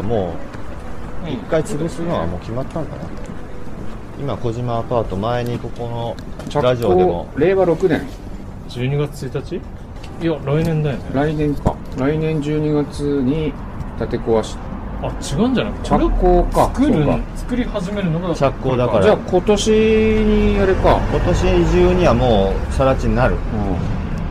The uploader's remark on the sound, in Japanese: 浅草橋散策 その4 おかず横丁編。屋外ロケのためお聞き苦しいところがございますがご勘弁ください。